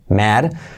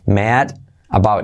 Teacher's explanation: esa A es como ea, mea. Mad about. Y la D se convierte en R suave, mad about it.